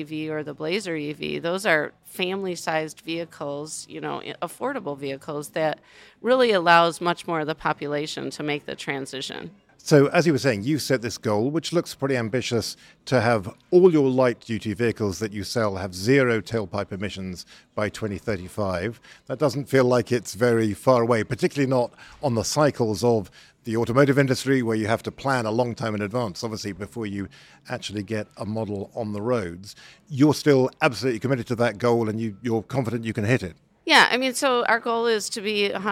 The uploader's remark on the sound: recorded live from COP28